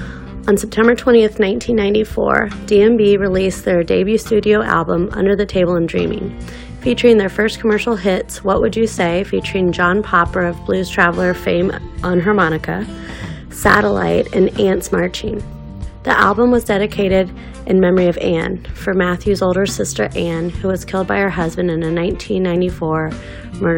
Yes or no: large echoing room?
no